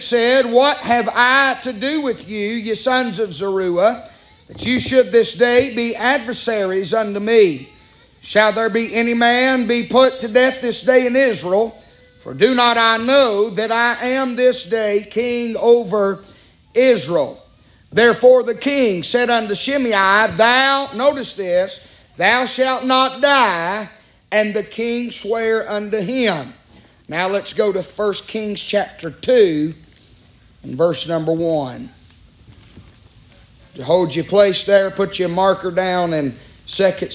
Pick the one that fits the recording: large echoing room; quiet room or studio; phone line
large echoing room